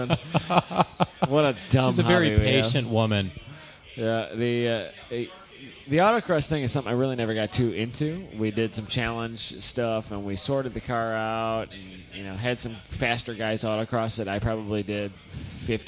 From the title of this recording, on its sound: from ITR Expo 2015